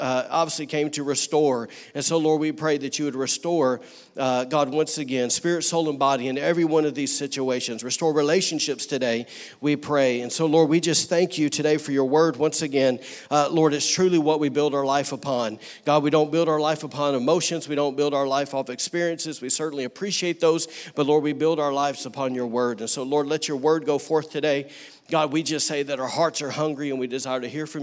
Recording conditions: large echoing room